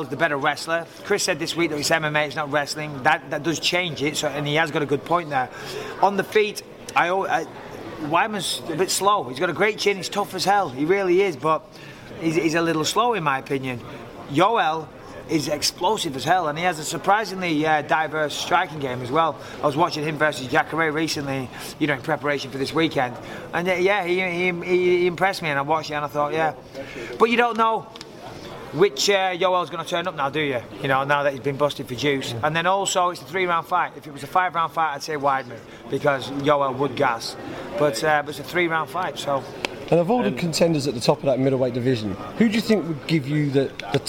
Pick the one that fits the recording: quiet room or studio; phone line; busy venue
busy venue